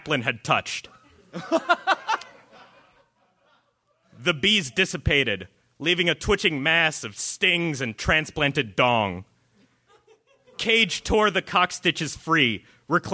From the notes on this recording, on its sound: Recorded at Cobb's Comedy Club, San Francisco, CA June 6, 2013.